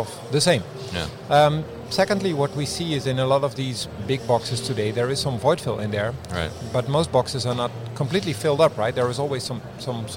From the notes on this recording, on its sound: Quadient at MODEX 2020. This episode was recorded at MODEX 2020.